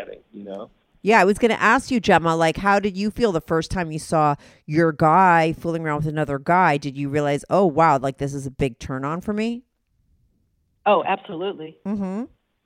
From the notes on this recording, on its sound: they both call in to talk all about it